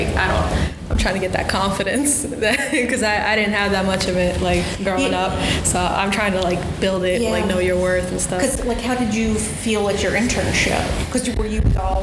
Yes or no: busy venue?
yes